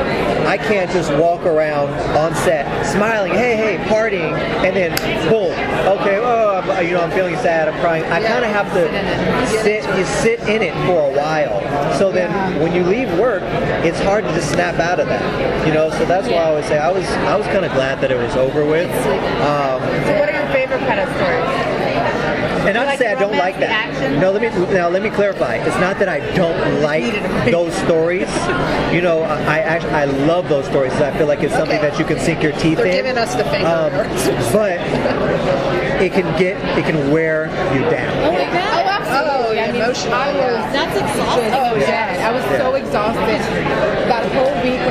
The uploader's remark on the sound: at the Day of Days event